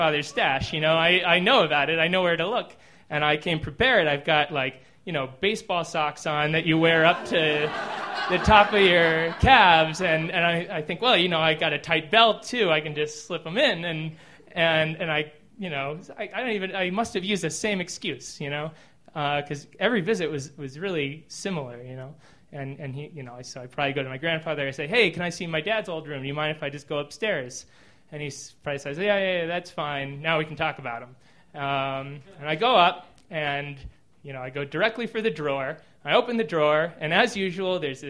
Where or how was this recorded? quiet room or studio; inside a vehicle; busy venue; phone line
busy venue